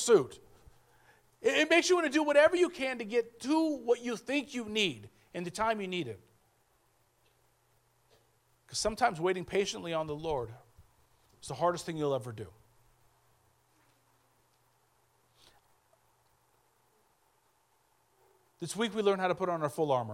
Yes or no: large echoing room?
yes